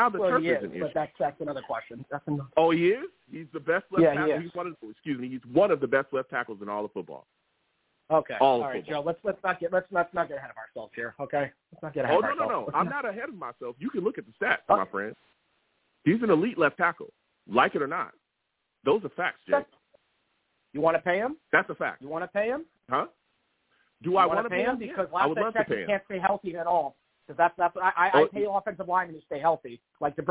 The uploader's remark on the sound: I take live callers!